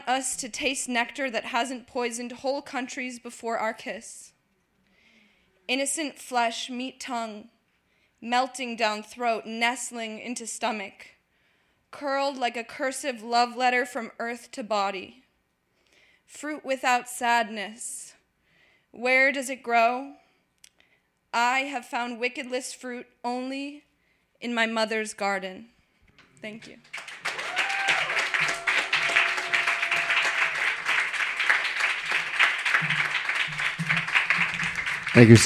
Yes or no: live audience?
yes